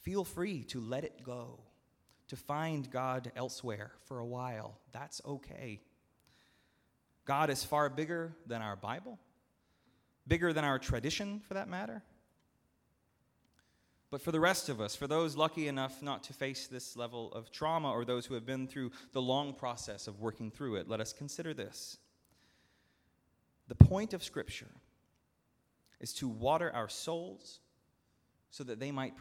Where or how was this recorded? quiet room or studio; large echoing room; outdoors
large echoing room